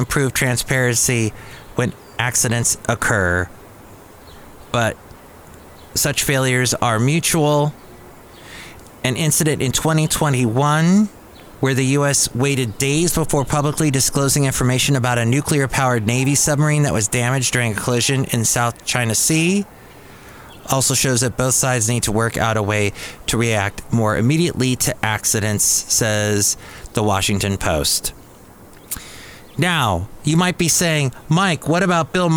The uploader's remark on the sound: podcasts live from Cafe Anyway